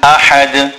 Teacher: Then in ahad, the ha is a big ha which is pronounced from the center of the throat. And then we make qalqala on the dal at the end.